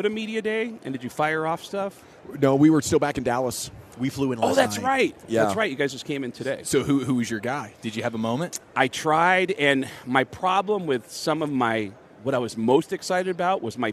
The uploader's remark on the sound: live from Super Bowl Radio Row